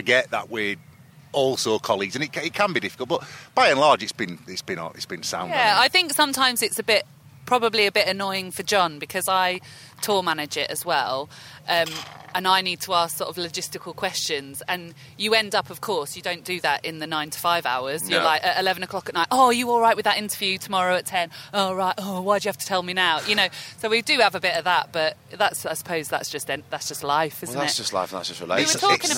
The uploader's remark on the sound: We went up to the beautiful Lowther deer park, got our culturally appropriative head-dresses on and recorded two banging episodes. This is a chat from down at the lakeside bar at Kendal Calling festival (forgive the distant drums).